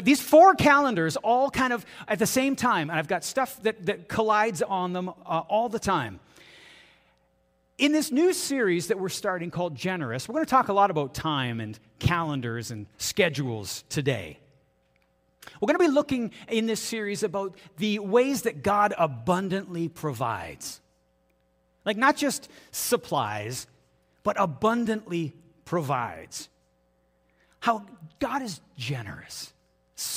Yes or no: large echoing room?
yes